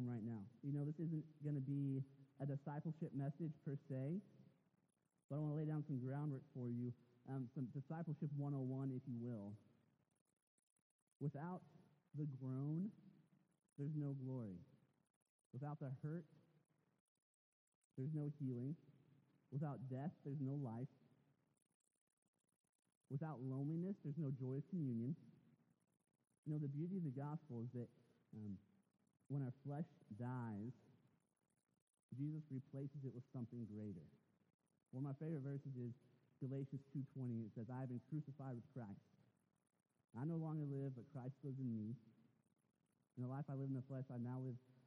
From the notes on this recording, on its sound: Sorry for the poor audio this week - we are still working out the kinks in our live-stream and recording process.